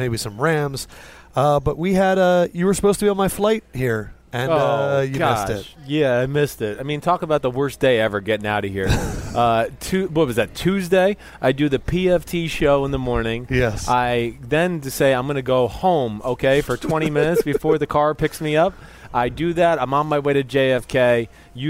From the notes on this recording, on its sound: tonight's pod was taped in the San Jose airport during a flight delay